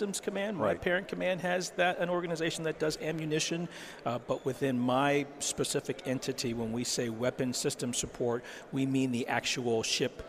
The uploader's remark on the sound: At the Sea Air Space conference this week, the Federal Drive caught up